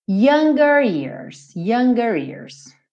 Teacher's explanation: Younger, você tem que enrolar a língua nesse R